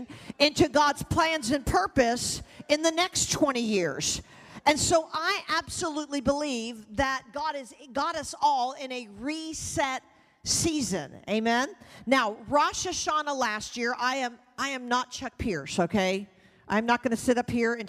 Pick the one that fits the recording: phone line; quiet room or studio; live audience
live audience